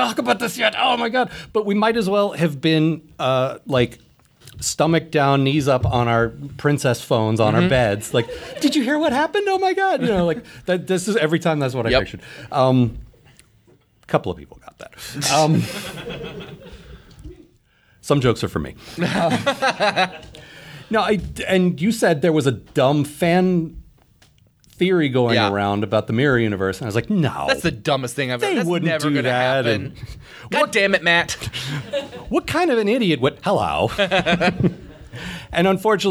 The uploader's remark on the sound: Recorded live at the Pocket Theater in Seattle.